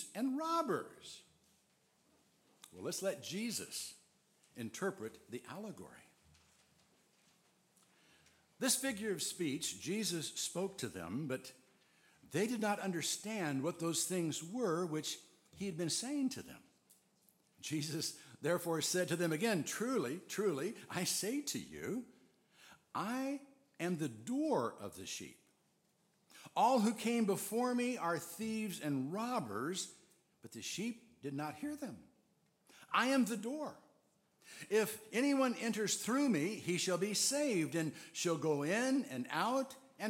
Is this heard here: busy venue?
no